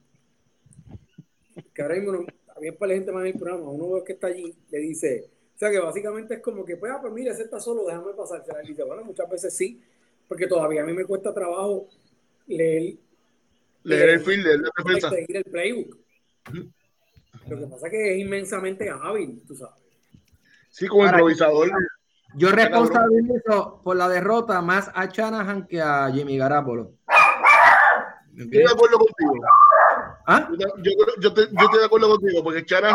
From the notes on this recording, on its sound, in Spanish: Ahora con todo el panel en cuarentena por el COVID19, pudimos usar la tecnología de Work From Home para traer este Mega Podcast.